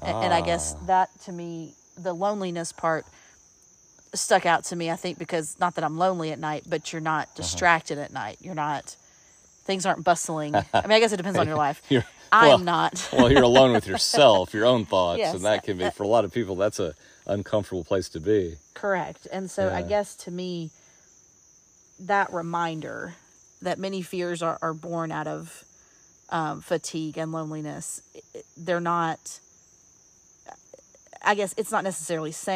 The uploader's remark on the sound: we taped this one while engaging in some Forest Bathing